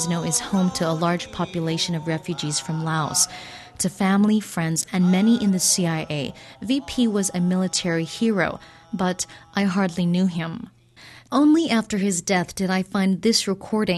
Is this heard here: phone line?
no